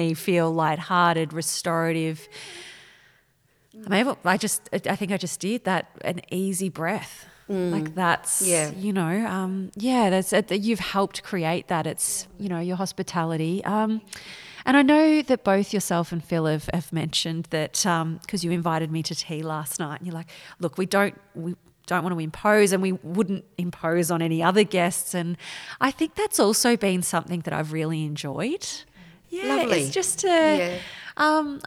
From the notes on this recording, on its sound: Recorded in the 95 year old church with its cathedral ceilings. Custodian of The Ark Coolamon.